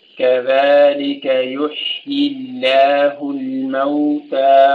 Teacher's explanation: الموتى مد الألف حركتين